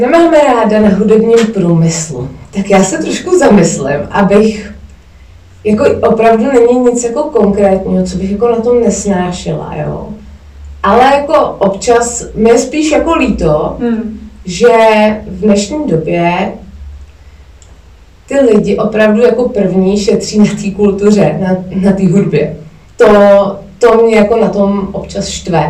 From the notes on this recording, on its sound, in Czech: Omlouvám se za sníženou zvukovou kvalitu, při nahrávání se vyskytly technické potíže.